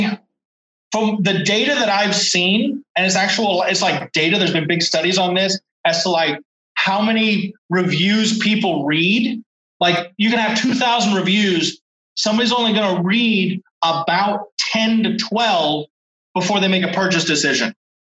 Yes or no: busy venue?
no